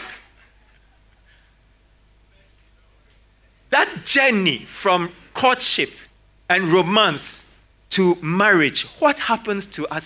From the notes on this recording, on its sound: Sermon preached at CBC Shiashie Campus.